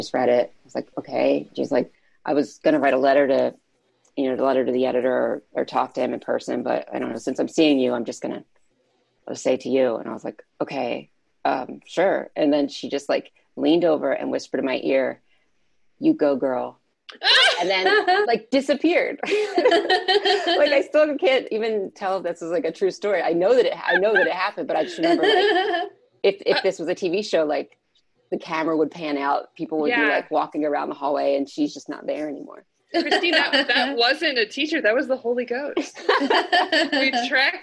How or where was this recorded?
video call